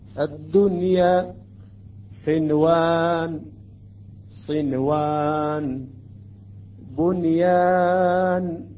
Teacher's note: هنا يجب أن نظهر النون الساكنة